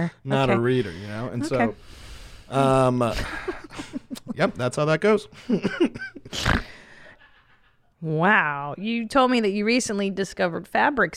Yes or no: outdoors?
no